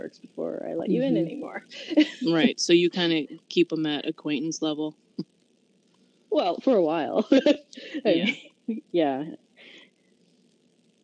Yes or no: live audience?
no